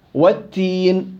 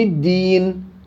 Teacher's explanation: حرف التاء فيها همس والدال ما فيها همس، فيها جهر، فحال الأداء يجب أن يكون هناك فرق.